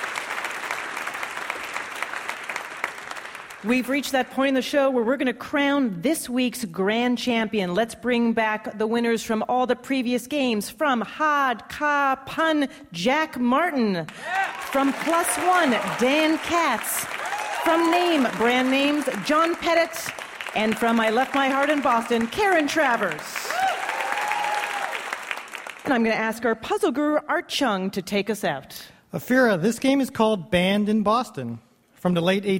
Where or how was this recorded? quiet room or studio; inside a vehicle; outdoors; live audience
live audience